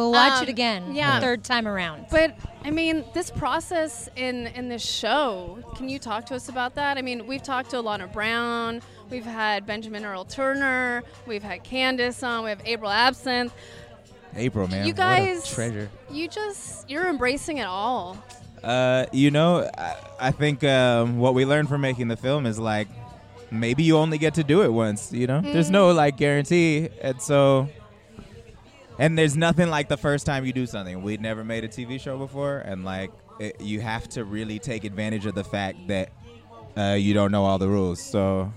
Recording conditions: busy venue